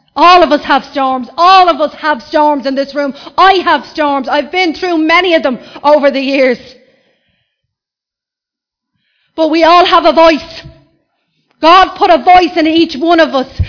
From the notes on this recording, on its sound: Recorded live in Liberty Church